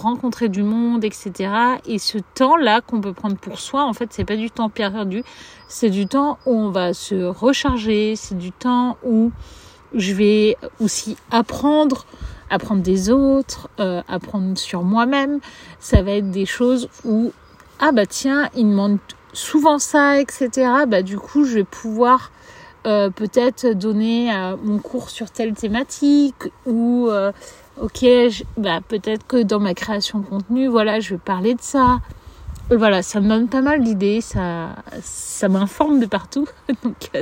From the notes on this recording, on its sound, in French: L’épisode a été enregistré dans la forêt de Janas.